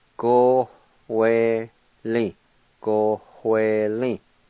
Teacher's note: there's an H sound between the O and the W on the first part